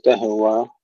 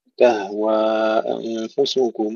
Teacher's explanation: الهاء فيها الهمس وفيها الرخاوة وليس فيها قلقلة · Shown in: second take